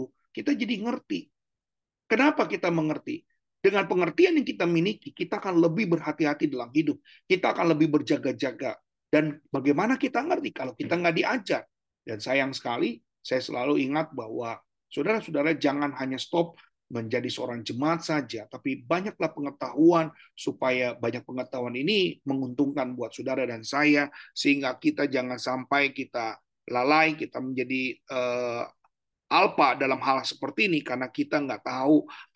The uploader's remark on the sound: Audio Zoominar